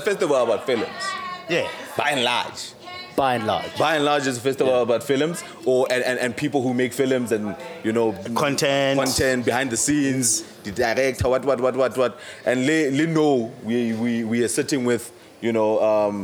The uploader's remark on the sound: TheDojo Podcast headed down to Ficksburg for The Cherry Film Festival, in between all screenings, panel discussions and workshops we got to Podding.